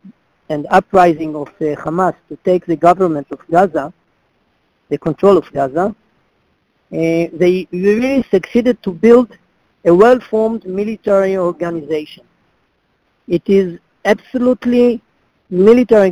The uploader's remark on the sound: in a conference call on June 28, 2018